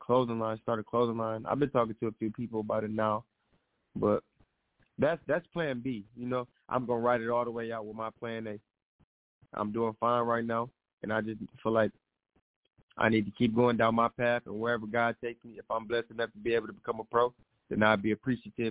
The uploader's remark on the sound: SportsTalkDT Live On iFM Sports Radio. The phone lines will be lit for these interviews!